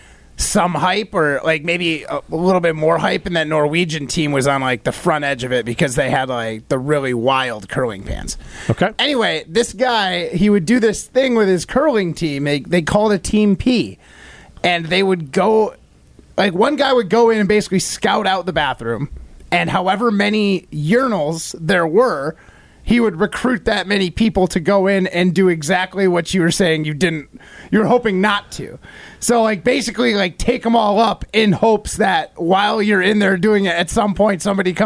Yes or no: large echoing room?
no